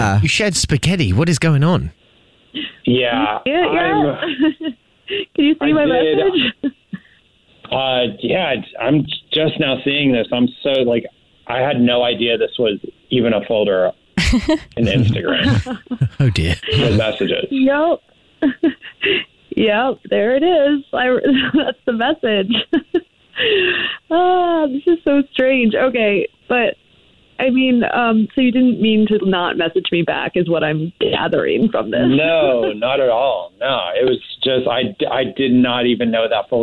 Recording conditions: phone line